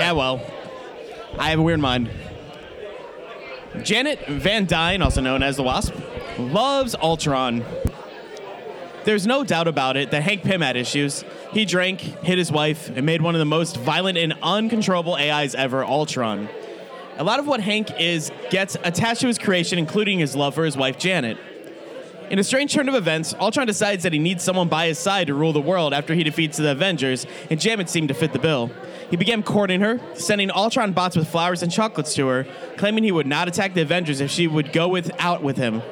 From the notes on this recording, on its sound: Live from Carol and John's Comic Shop in Cleveland. More FCBD 2018 revelers.